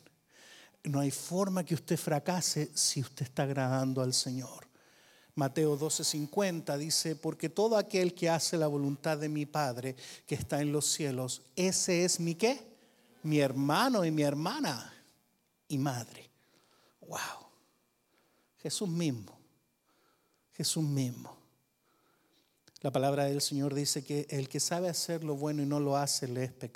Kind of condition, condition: setting, large echoing room